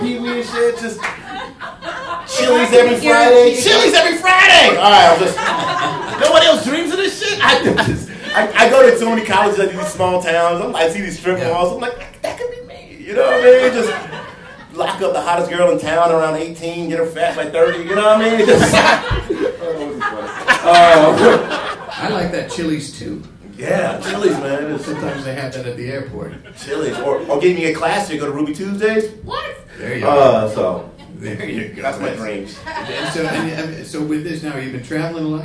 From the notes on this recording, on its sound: A gigantic live show at Brooklyn’s Union Hall.